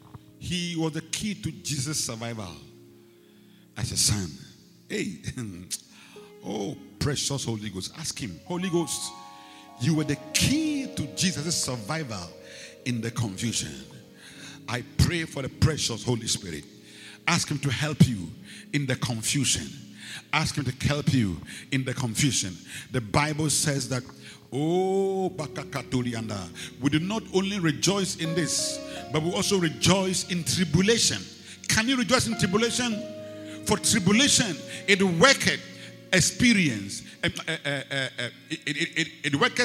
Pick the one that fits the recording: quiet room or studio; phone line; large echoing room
large echoing room